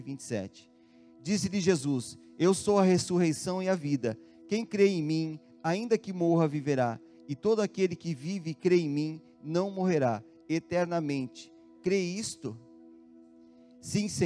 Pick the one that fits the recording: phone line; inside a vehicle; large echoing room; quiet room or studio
large echoing room